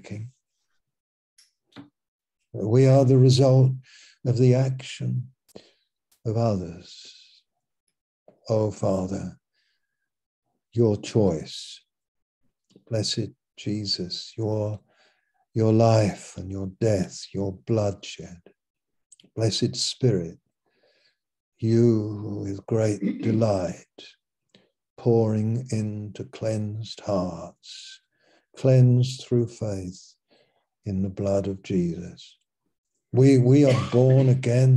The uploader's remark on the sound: Malaysia Meets (Zoom)